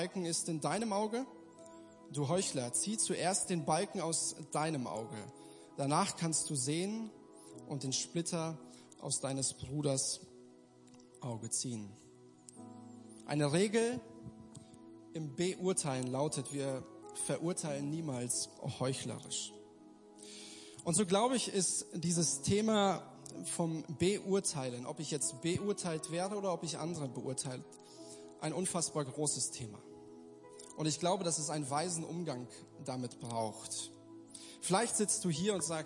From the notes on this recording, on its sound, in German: Gottesdienst der Kirche für Bonn